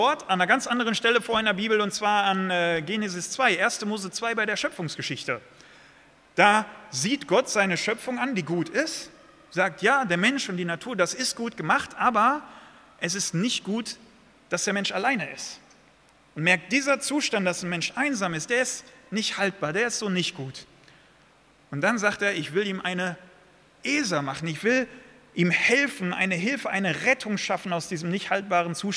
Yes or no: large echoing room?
yes